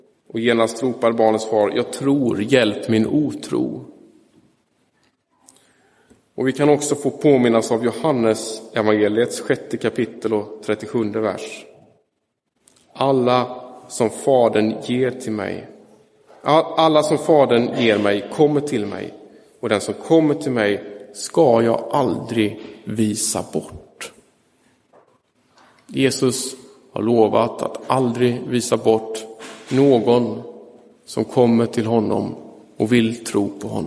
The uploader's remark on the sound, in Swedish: Inspelad i Roseniuskyrkan den 13 augusti 2023